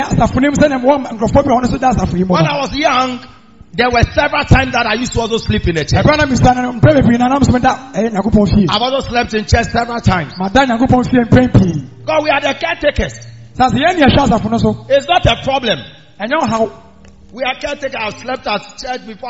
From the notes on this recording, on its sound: Preached At The Miracle Arena